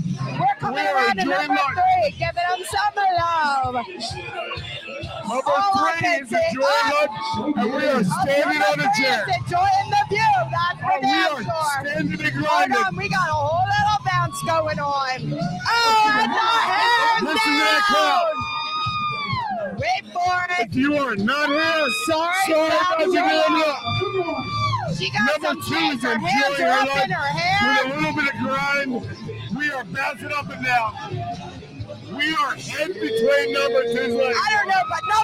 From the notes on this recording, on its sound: LIVE from TPA for the Connection Travel Hottest MILF Strip Tease Qualifier